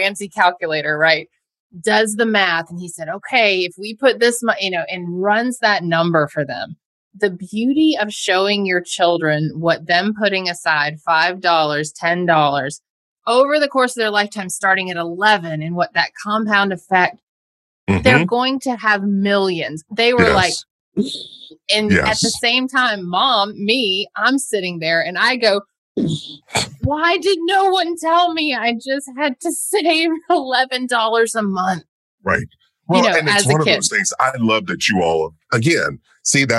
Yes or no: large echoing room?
no